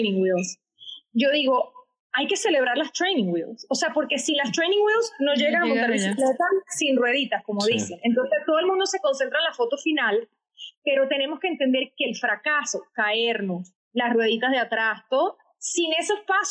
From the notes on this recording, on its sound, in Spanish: En este episodio se presentaron algunos inconvenientes tecnicos con el audio